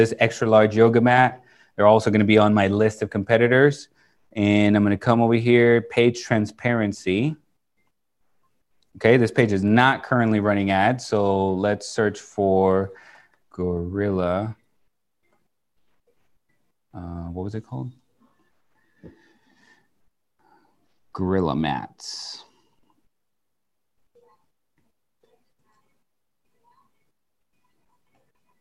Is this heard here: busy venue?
no